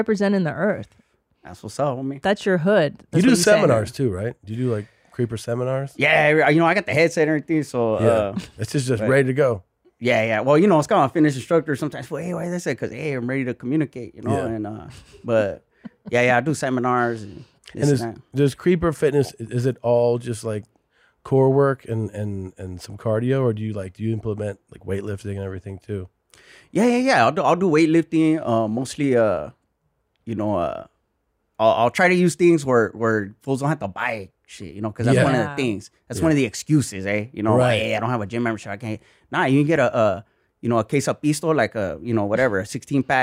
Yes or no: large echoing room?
no